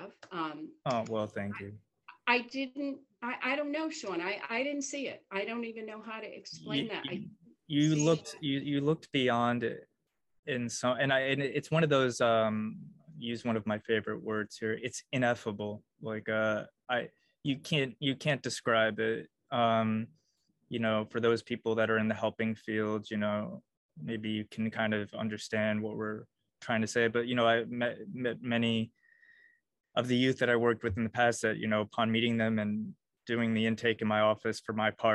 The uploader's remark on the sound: First sorry for the zoom format!